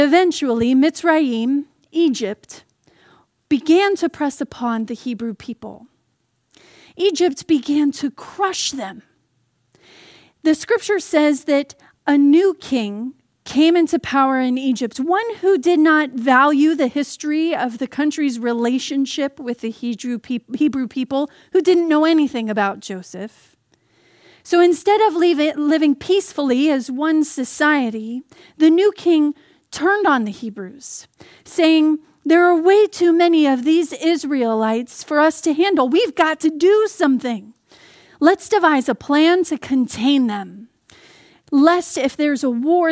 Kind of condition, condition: setting, large echoing room